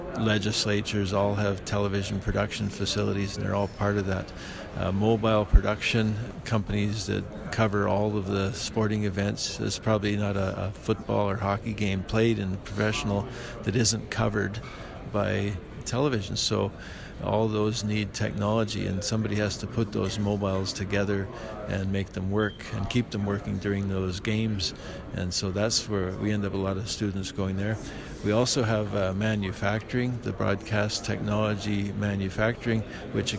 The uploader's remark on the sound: At the Western Association of Broadcast Engineers conference in Calgary.